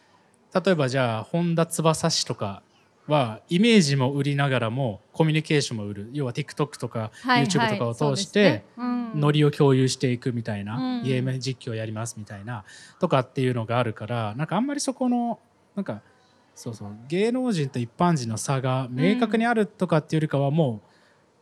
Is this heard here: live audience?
yes